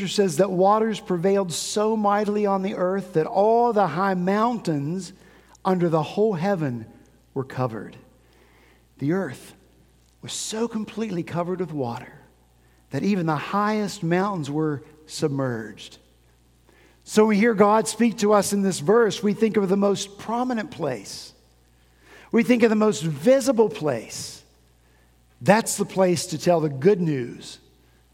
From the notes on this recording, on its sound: At Redeemer Presbyterian Church in Charleston, SC